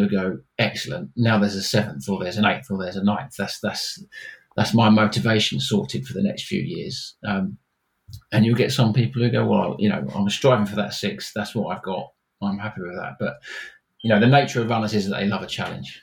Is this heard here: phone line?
no